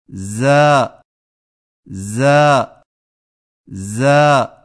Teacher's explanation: जा की अदायगी में जुबान की नोक को सनाया सुफला के किनारों से मजबूती से लगाकर बारीक और सीटी जैसी आवाज में पढ़ें